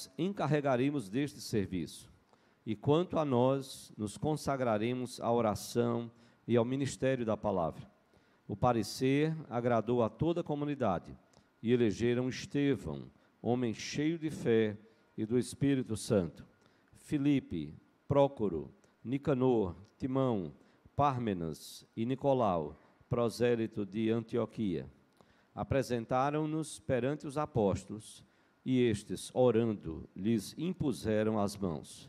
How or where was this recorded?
live audience